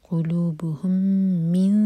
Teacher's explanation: میم اور میم کا ادغام میم کو ہولڈ کریں گے